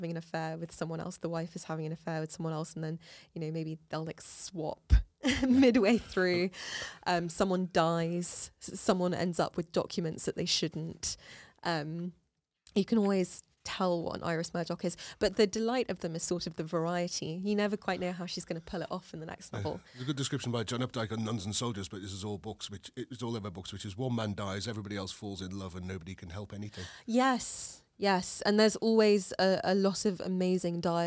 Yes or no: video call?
no